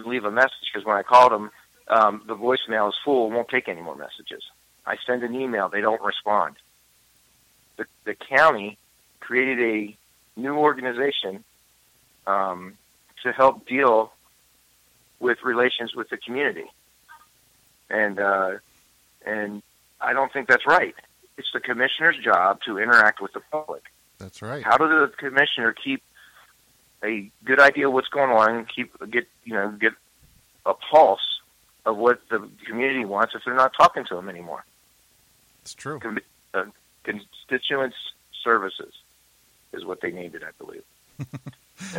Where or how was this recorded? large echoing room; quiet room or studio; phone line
phone line